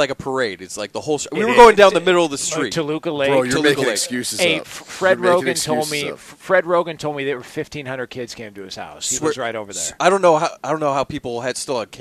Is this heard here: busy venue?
yes